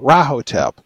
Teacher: I've always gone with the accent on the first syllable, Rahotep